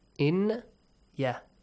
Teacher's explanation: Ya is from Yarmulun letters. So Nun Sakin is merged into Ya. Ya is doubled here.